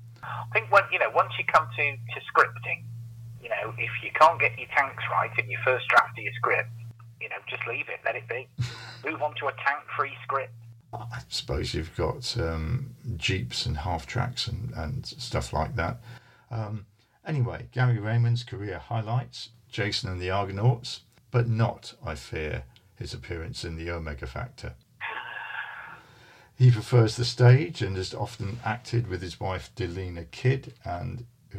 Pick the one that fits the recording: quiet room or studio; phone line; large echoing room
phone line